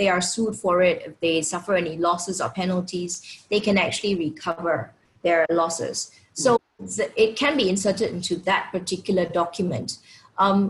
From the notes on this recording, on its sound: Webinar audio recording